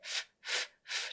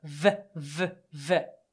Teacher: 音がなく空気だけ出すんだったんですけど、それを、音を出すのが V の音